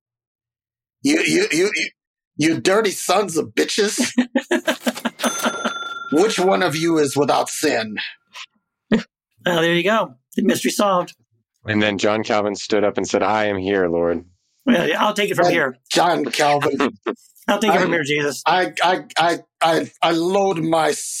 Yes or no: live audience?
no